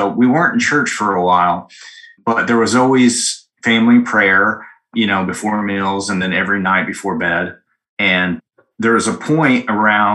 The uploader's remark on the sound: join on a Zoom call